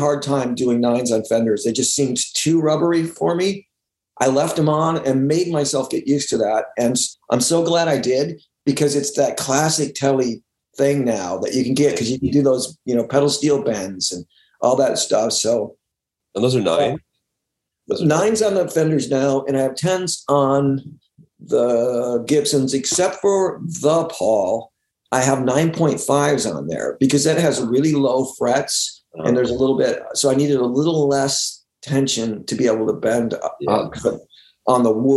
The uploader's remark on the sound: Remote Zoom